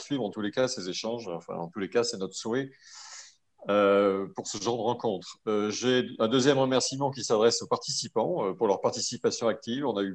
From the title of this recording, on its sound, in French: 29 janvier 2021 en visio